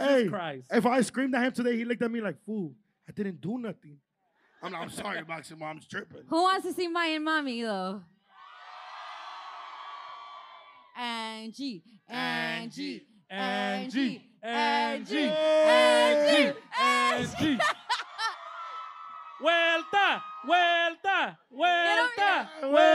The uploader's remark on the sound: Live Episode. Our live podcast at The Novo in Downtown LA is finally here.